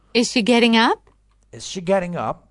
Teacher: اونی که از پایین میره بالا بهش میگن rising intonation